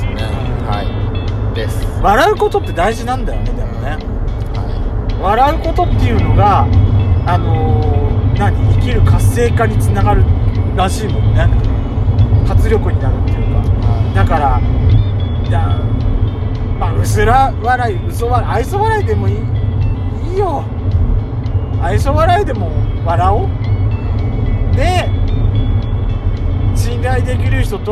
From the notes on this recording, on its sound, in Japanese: ドスドライブ収録。ロードノイズゴメンね。